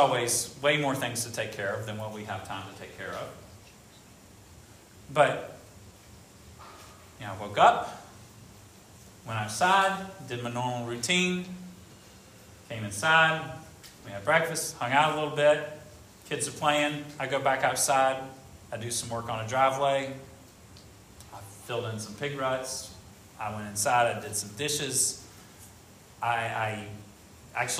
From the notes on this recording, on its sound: This sermon was preached at Hope Fellowship